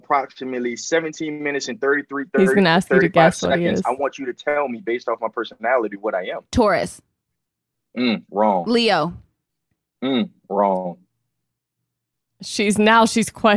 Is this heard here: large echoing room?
no